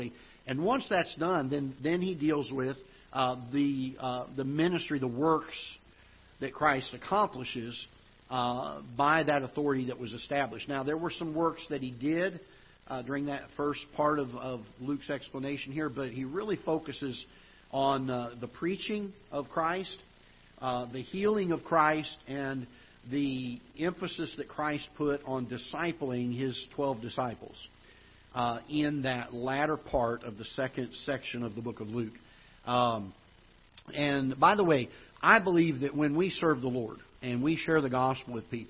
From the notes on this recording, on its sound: Ketha Heights Baptist Church ~ Live Broadcast.